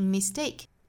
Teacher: 注意这个词的重读音节呢是在第二个音节上，所以读的时候不是 mistake,它即使是名词也是重读在第二个音节，是 mistake. Never mistake a woman's meekness for weakness.后面这个 meekness 和